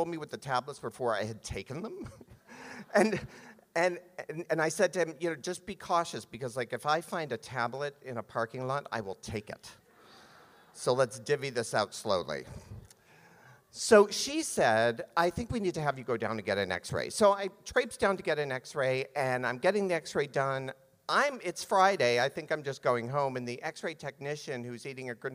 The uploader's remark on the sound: Every storyteller brought their A game to the Academy of Music in Northampton for our final Story Slam of the season.